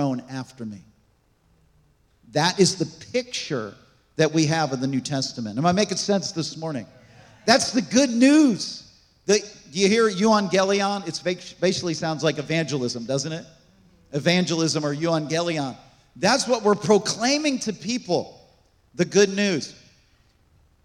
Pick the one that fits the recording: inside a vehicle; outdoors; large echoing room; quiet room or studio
large echoing room